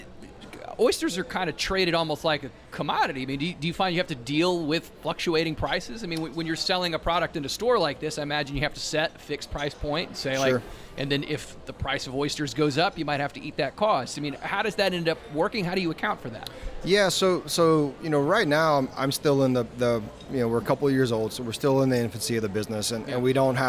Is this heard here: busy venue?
yes